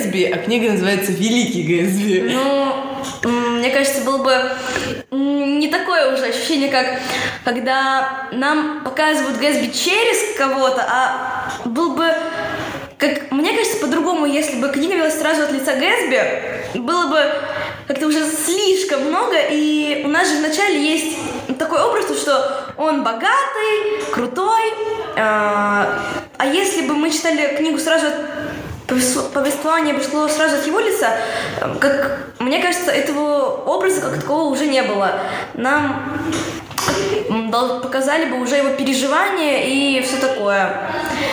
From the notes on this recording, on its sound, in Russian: Как всегда - шум, гам, тарарам.